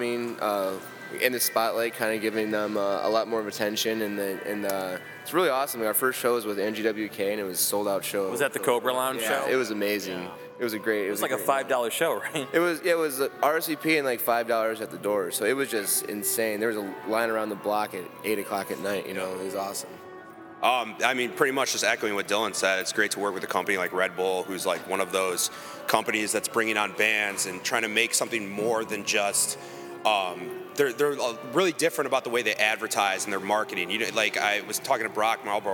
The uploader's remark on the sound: interview recorded at a Choose Chicago live event